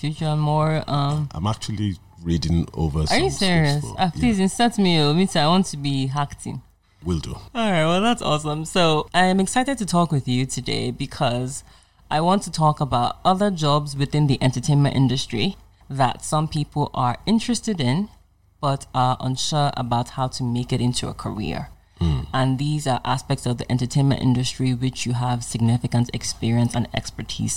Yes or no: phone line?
no